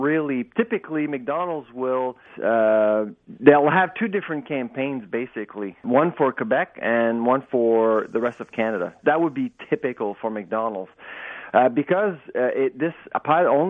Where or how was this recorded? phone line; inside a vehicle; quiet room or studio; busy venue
phone line